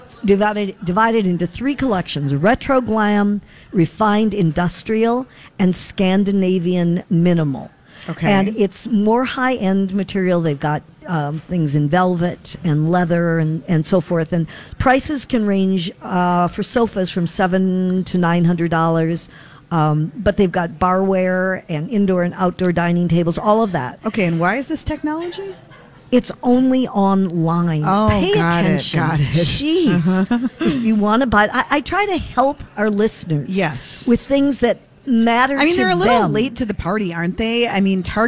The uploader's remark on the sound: broadcast live at Max's